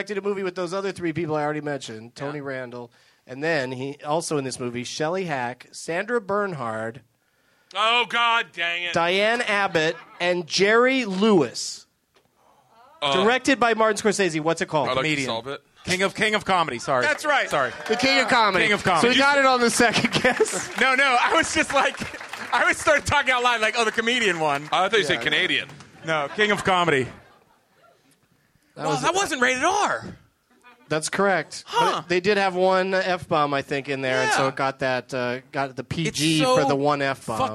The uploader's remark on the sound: Live from the Improv in Washington, DC